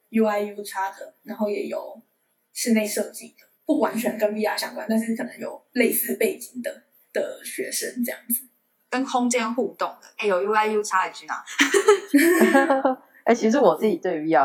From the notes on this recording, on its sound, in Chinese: 由於線上軟體收音問題，音質與前幾集有所落差